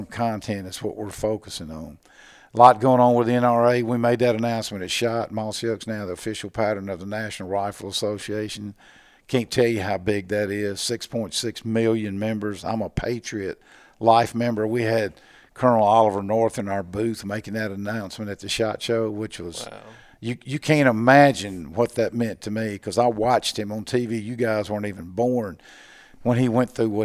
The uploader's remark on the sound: At the 2019 NWTF show in Nashville we got a chance to sit down and record a podcast